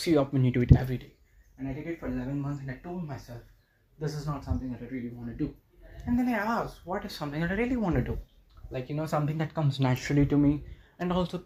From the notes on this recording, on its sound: Sorry for the background noise...